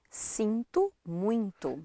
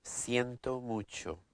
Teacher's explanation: Do you hear that difference where the final O sounds like U · Shown in: first take